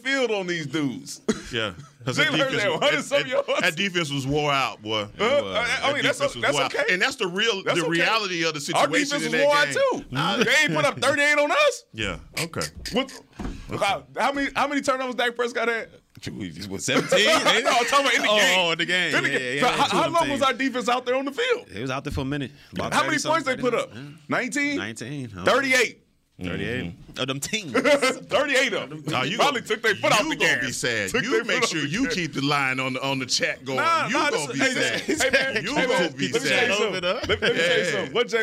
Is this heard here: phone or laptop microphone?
no